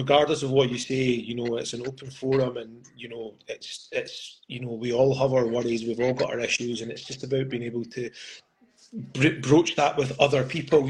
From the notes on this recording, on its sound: as featured on Instagram live